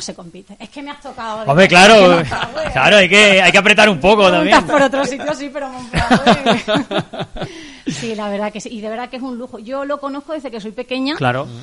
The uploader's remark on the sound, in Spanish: La Radio del Somormujo en directo y con público desde la FIO 2022 en el Parque Nacional de Monfragüe.